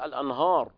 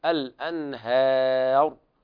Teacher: الهاء حرف مستفل ضعيف لا يجوز تفخيمه · Shown in: second take · لا تقول الأنهار، والصواب الأنهار، والألف تتبعها في التفخيم والراء تفخم لأن قبلها ألف مادية وقبلها انفتاح. · Term: ترقيق الهاء